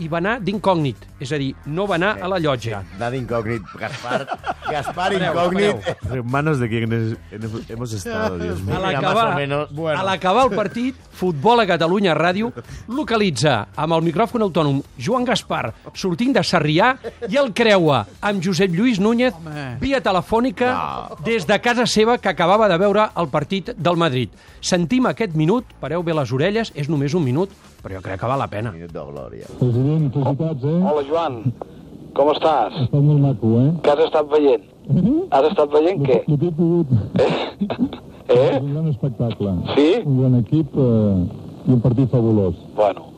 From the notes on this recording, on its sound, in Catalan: una conversa telefтnica